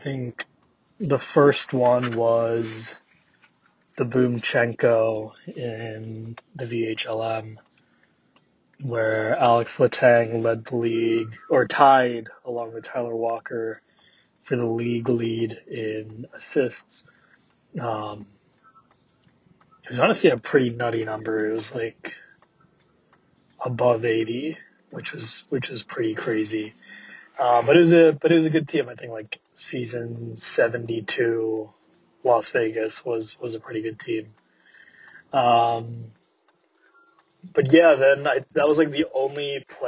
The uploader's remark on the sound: VHL Awards Carcast